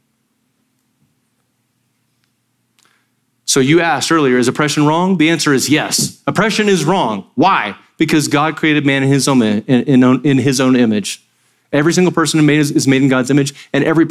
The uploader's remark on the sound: Sermon audio from Sunday, September 10, 2023